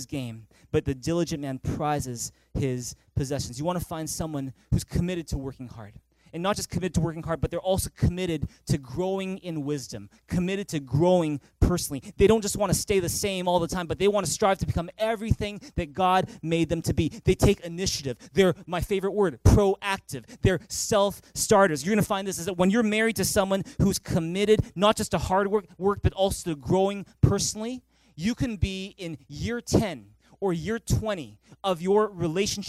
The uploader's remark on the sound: Recorded on May 26, 2019 at THRIVE Church Vancouver, Canada